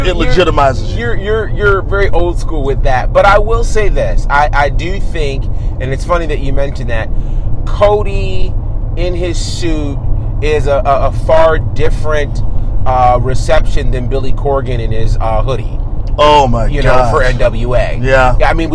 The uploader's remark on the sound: What happens when you put members of The Faction in a car and turn on the mics? On The Road.